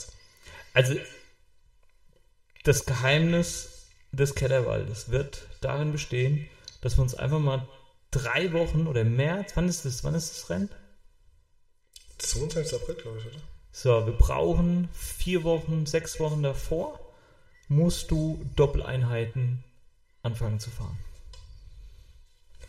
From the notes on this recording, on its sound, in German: Ton leider mit etwas Hall.